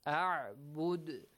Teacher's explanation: You stop here. The dhamma on the top of dal is changed to a sukun. The qalqala is applied with a normal level.